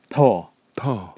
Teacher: Det høres P-aktig ut pga. at tunga er, er mot leppen, og så ja. høres det T-aktig ut pga.